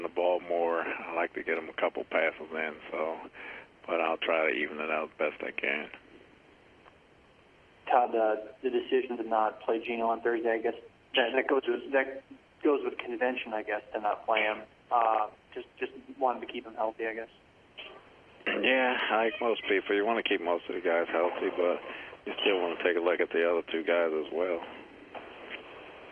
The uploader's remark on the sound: Conference Call. Jets HC Addresses the Media.